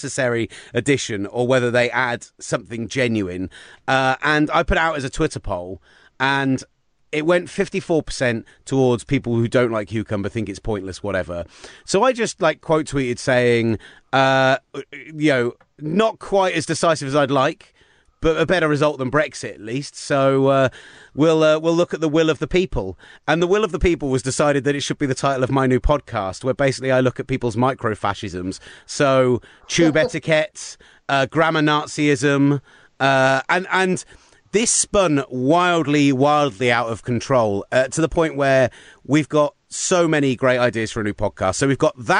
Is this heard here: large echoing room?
no